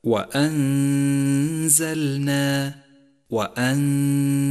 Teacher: هذه الغنة يشترك فيها الخيشوم ومخرج حرف الزاي متجافيا عنه قليلا، أي هكذا: وأنزلنا وأنزلنا، وهي غنة مرققة لأن حرف الزاي مرقق والغنة تتبع ما بعدها في الترقيق والتفخيم. · وأنزلنا جاءت النون الساكنة وبعدها حرف الزاي وهو حرف إخفاء، فالواجب هنا أن نخفي النون بحرف الزاي مع غنة للنون زمنها حركتان من غير تشديد لحرف الزاي، ولذلك لونت النون باللون الأخضر في مصحف التجويد إشارة إلى الإخفاء وموقع الغنة.